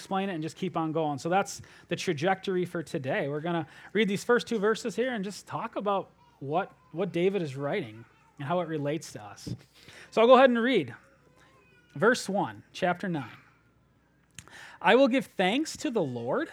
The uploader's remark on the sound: at Springbrook Church in Antigo, WI.